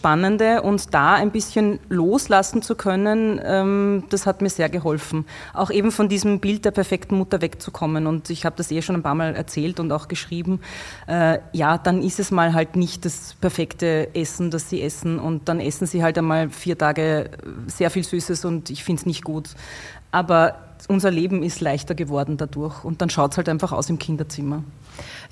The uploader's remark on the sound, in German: Live-Podcast